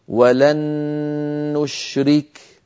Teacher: فأدغمنا النون الساكنة في النون المتحركة فصار النطق بنون مشددة، والنون المشددة كما مر معنا تحتاج إلى غنة أكمل ما تكون. هكذا ولن نشرك.